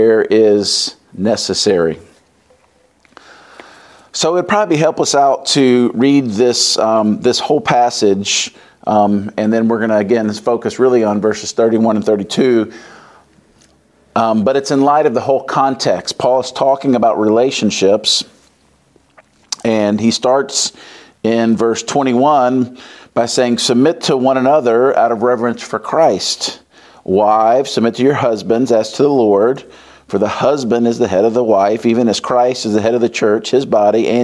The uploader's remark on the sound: Wraps up the Love and Marriage conference at Covenant Church.